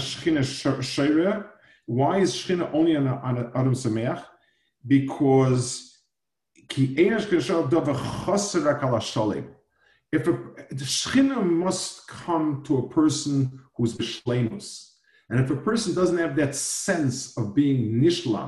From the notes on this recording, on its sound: Delivered over Zoom to Asicha.